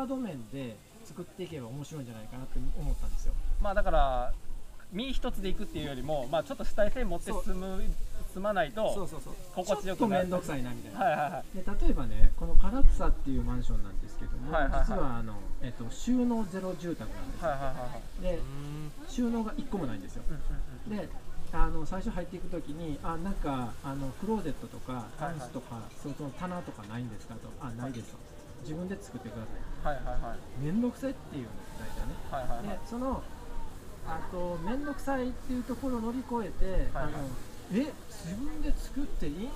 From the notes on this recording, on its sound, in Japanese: 2021年7月22日に開催された「イノタウンフェス」の特設会場で収録しております。宝塚市小林イノタウン 初のロケです。